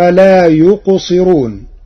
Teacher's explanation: قرأ ورش كلمة لا يقصرون بترقيق الراء لكسر قبلها